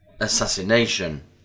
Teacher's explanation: the stress doesn't fall on the second syllable, but on the penultimate syllable, the one before the last.